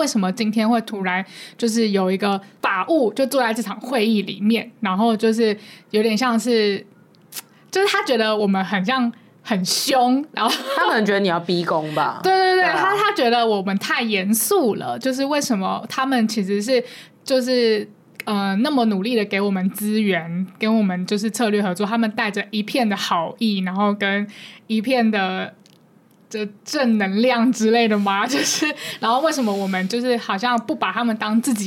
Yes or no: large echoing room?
no